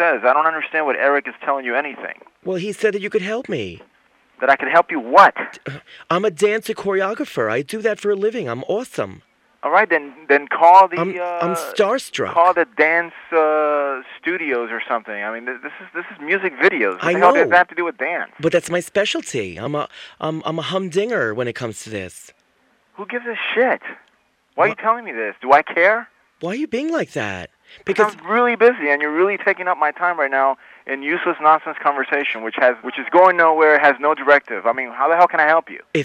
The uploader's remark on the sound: RBCP's Personal Prank Phone Calls Collection